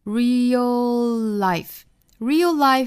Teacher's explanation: 相当于是 dark L 和 light L 的一个碰撞我们相当于呢也是把这两个舌侧音连接在一起只发出一个 life 的这个 L 就可以了